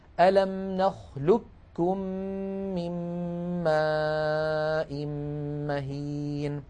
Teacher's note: في هذه الكلمة قاف ساكنة بعدها كاف. فكل الطرق عن حفص تقلب هذه القاف كافا طبعا ساكنة، وتدغم الكاف في الكاف فيصير النطق بكاف مشددة